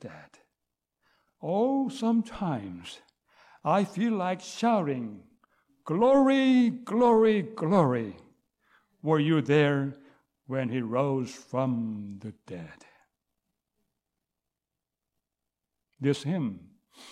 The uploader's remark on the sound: recorded on January 21, 2023, at the Ringgold Seventh-day Adventist Church.